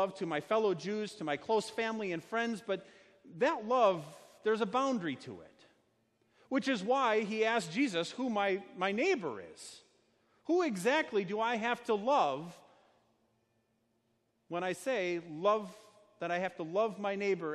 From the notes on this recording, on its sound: Sermon preached at Our Savior Lutheran Church in Birmingham, AL, on Sunday, July 21st, 2019.